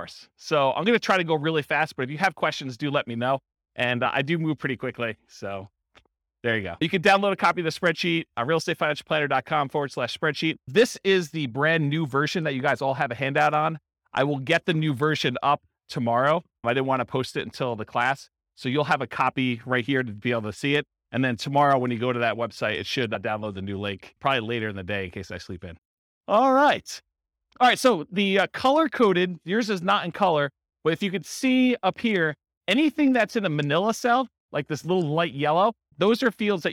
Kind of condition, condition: setting, live audience